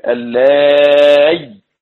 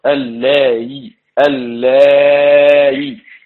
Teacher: إبدال ياء ساكنة مع المد الطويل اللاي أو تسهيلها بين بين مع المد والقصر اللاي اللاي.